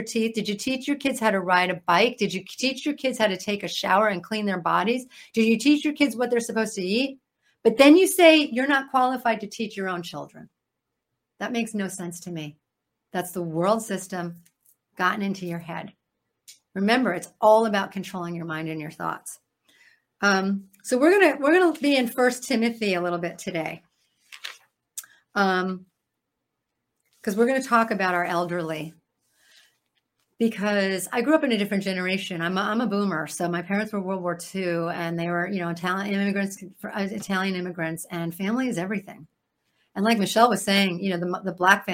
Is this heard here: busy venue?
no